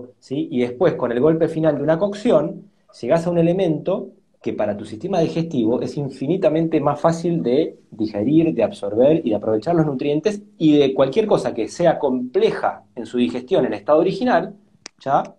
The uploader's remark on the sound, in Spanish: Audio de la charla en vivo por Instagram